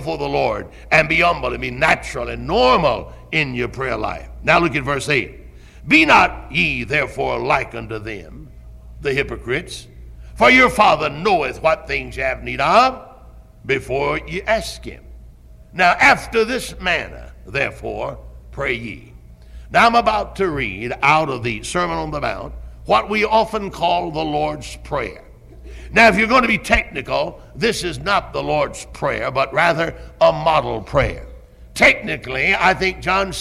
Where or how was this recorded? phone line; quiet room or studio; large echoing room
large echoing room